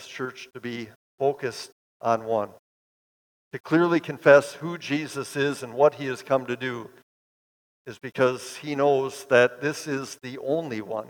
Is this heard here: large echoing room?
yes